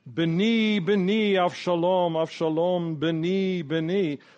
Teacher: But in Hebrew, it's constructed out of long vowels. So my son is Beni, son is Ben, and Beni is my son, and Absalom is Avshalom, ending in an O, a long vowel.